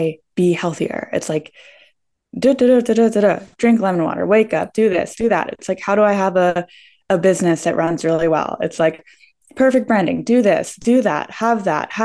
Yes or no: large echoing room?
no